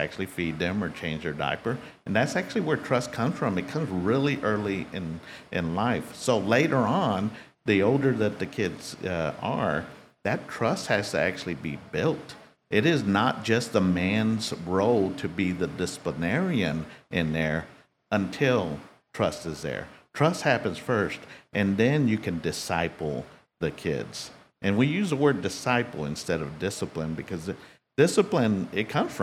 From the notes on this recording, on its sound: This week, recording live from Old House BBQ in Carrollton, Texas.